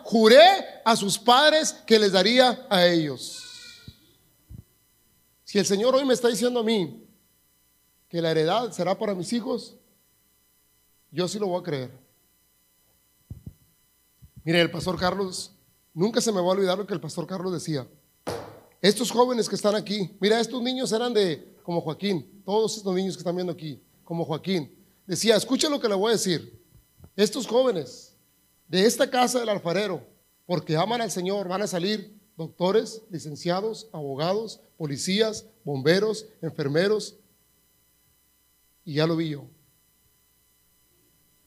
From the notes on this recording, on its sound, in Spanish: grabado en Iglesia La Casa Del Alfarero en Edinburg, TX